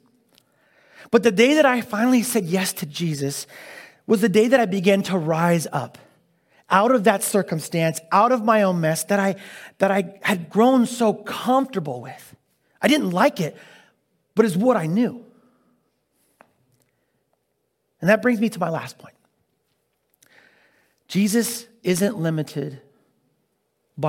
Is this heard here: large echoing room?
yes